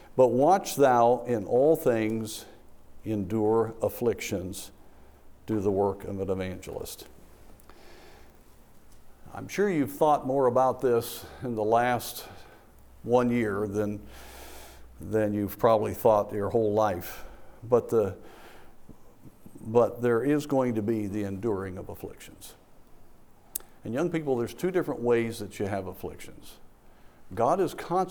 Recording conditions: large echoing room